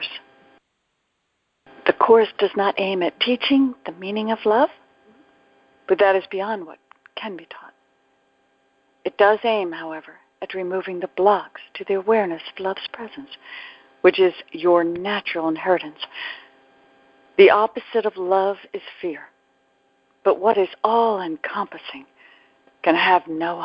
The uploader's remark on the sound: ACIM Daily TEXT Conference Call.